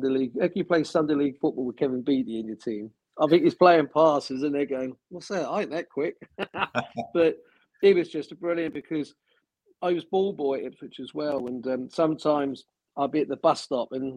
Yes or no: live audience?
no